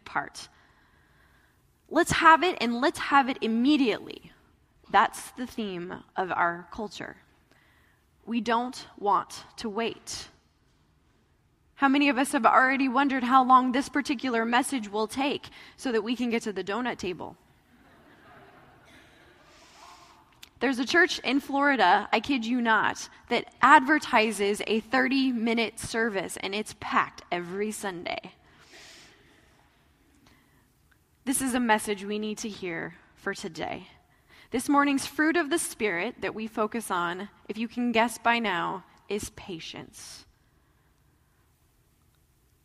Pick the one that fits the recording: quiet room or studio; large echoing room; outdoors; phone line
large echoing room